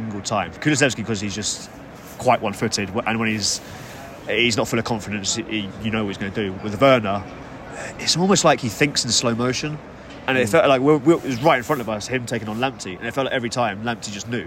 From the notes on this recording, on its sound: From the Tottenham Hotspur Stadium.